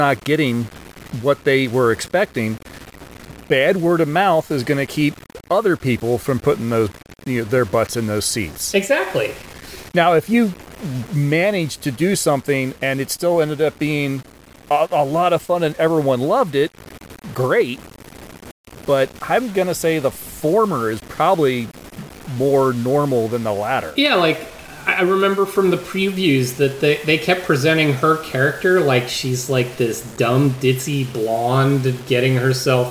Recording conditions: poor sound quality